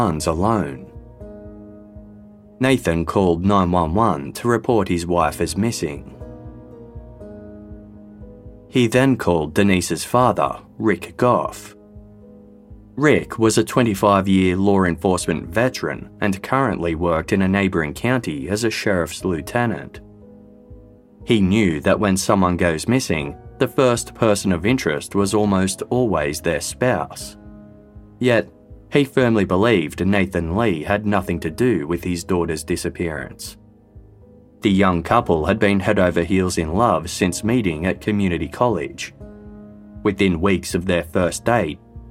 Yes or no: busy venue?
no